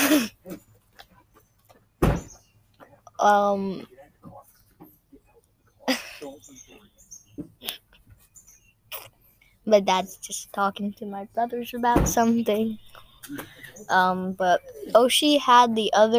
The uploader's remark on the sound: recording al fresco